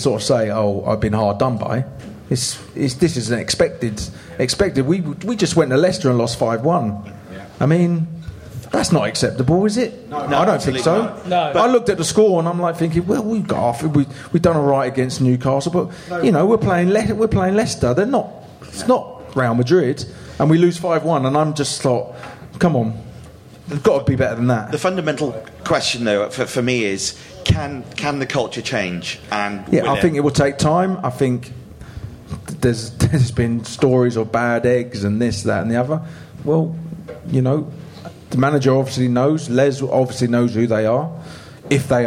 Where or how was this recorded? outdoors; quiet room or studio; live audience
live audience